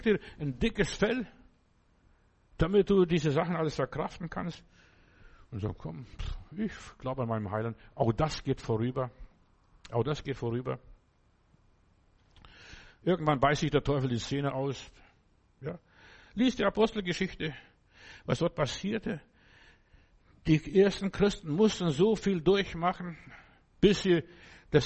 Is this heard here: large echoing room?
yes